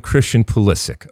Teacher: K at the end, an accent on the second syllable.